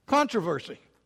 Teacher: He said, but we notice that you Americans have this predilection to put the accent on the second syllable rather than the preferred British way of putting the accent where it belongs, on the first syllable. Now, I put the accent on this word on the first syllable.